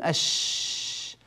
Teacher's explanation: يجدون الهواء ينتشر في الفم عند النطق بحرف الشين، فسموا ذلك بصفة التفشي.